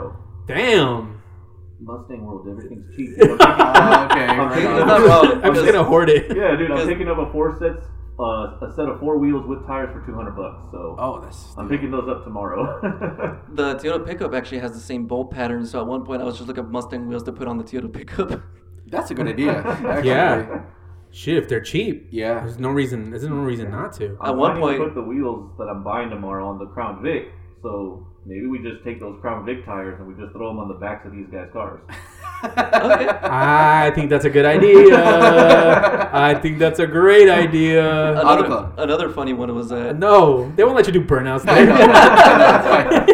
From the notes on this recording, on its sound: Sorry for the sound quality this week, we almost weren't able to record due to technical difficulties!